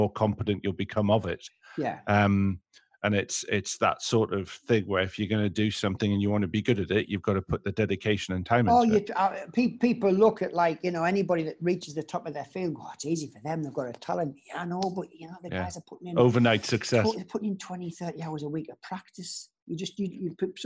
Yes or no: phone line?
no